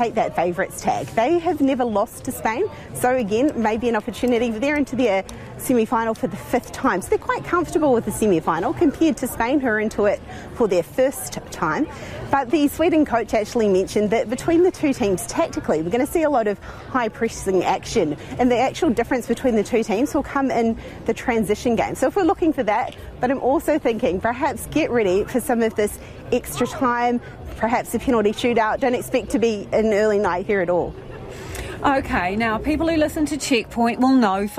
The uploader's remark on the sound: Joins us from outside Eden Park.